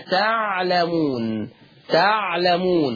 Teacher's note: اللام مش هتبقى مكسورة، اللام هتبقى مفتوحة وهتبقى مخففة